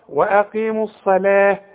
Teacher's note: الصلاه فخم قوي الصاد واللام رققها